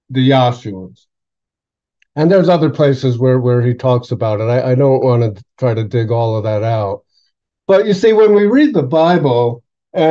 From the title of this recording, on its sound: September 20th, 2023 Syracuse Zoom Class